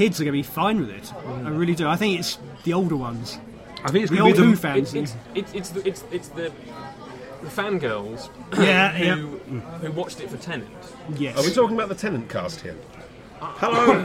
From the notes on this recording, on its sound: recorded at a signing event at Waterstone’s, Lakeside, Thurrock